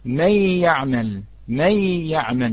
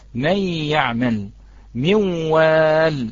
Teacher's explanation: يقرأ إدغام النون الساكن أو التنوين في الواو أو في الياء من غير غنة